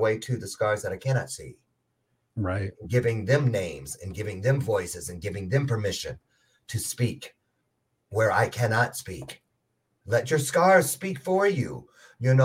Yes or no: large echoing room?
no